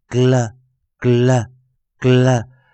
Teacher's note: 我们在 L 后面会尾随的一个 schwa，呃，呃，呃这个中央元音的一个弱元音